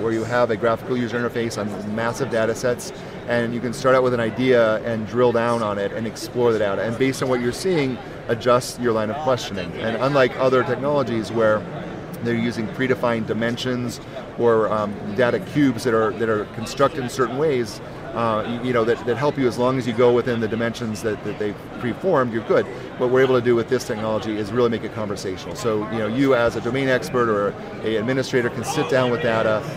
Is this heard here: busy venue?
yes